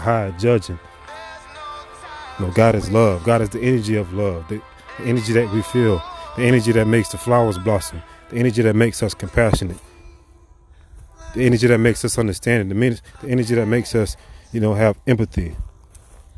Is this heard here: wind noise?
yes